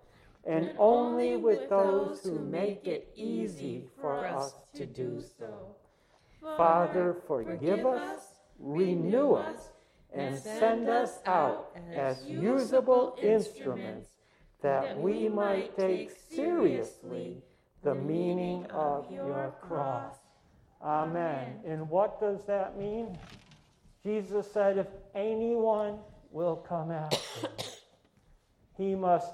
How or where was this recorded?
large echoing room